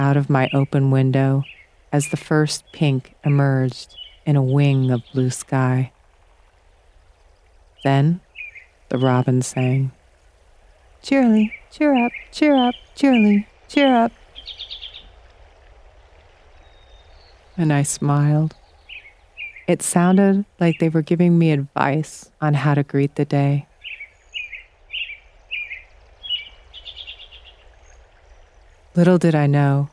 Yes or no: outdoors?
yes